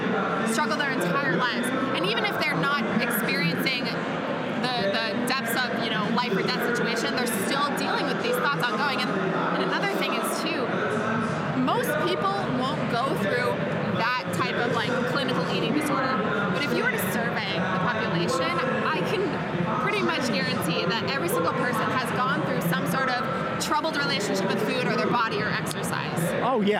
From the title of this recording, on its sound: Live From Strong New York